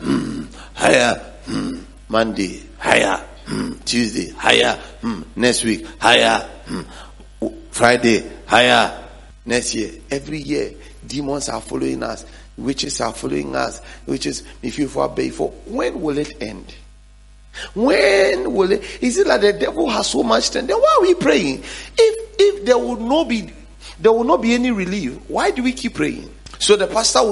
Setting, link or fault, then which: setting, large echoing room